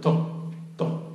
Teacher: когда в арабском образуются такие звуки эмфатические, напрягается весь речевой аппарат, и еще признаком произношения этих звуков у них еще появляется некий задний компонент, как бы такой рикошет назад. · Term: усиленное Т